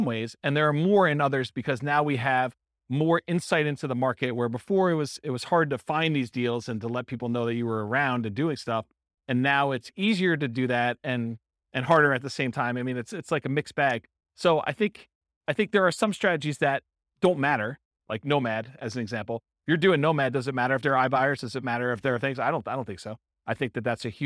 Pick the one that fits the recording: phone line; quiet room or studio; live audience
live audience